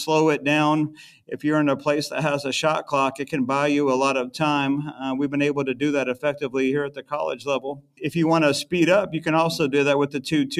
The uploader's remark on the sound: We go inside the huddle of this quick timeout